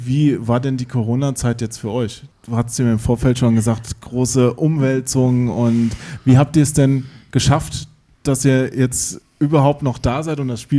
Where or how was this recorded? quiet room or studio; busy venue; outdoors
busy venue